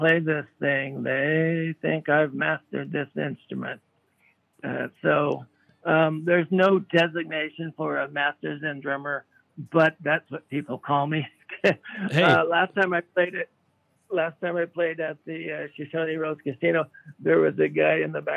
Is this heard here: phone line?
yes